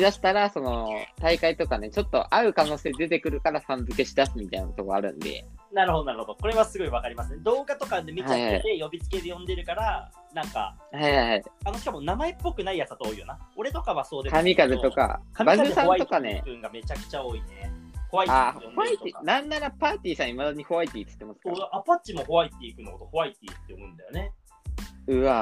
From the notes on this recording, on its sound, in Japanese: リモート収録